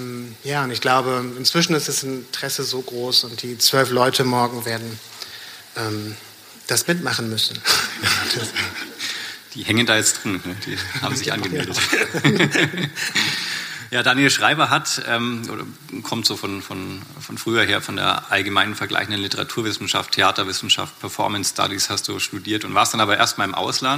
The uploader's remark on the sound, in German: KontaktAufnahme 66 - der Podcast des Bildungszentrums Nürnberg. Und das Publikum stellte viele kluge Fragen.